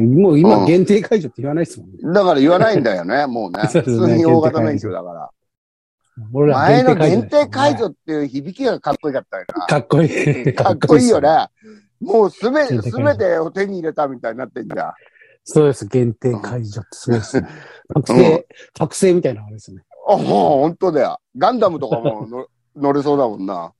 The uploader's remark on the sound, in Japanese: ZOOMで収録。